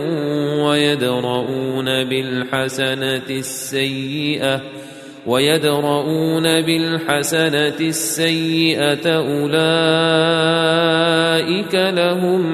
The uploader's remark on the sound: recorded at Green Lane Masjid, Birmingham, UK